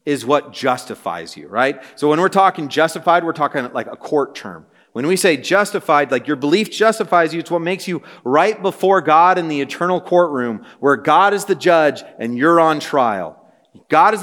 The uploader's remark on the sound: This message was preached on January 25, 2024 at a Thursday Night Gathering of Coram Deo College Ministry.